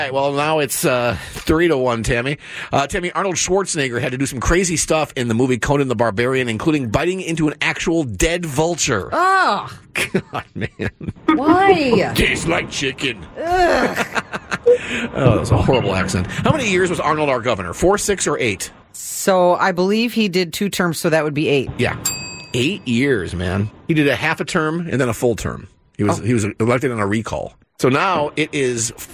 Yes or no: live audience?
no